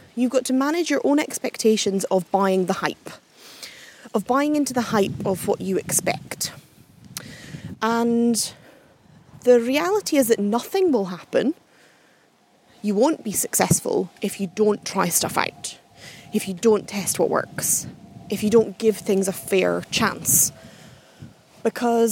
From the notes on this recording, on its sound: Doubling up on the podcasting today with a bit of a walk and talk!